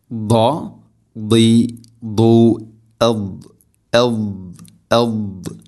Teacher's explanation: ദാദിൻ്റെ ഉച്ചാരണം നാവിൻ്റെ ഏതെങ്കിലും ഒരു സൈഡ് അണപ്പല്ലുകളോട് ചേർന്ന് നീളത്തിൽ തട്ടിക്കൊണ്ടായിരിക്കണം അതിൻ്റെ ആ ഒരു ഉച്ചാരണം, ആ ഒരു ശബ്ദം വരേണ്ടത്.